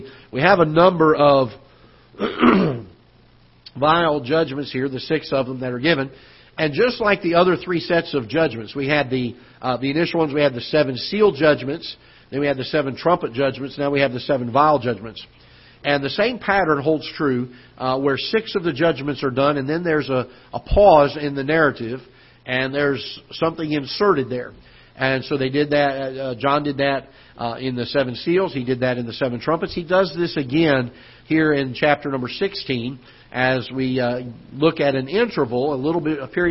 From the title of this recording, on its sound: Ketha Heights Baptist Church ~ Live Broadcast